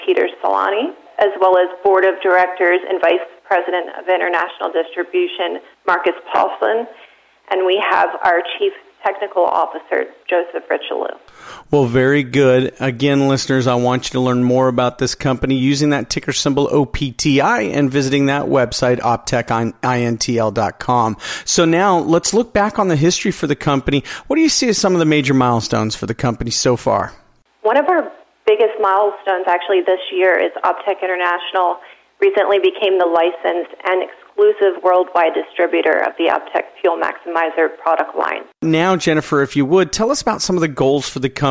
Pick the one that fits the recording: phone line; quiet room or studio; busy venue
phone line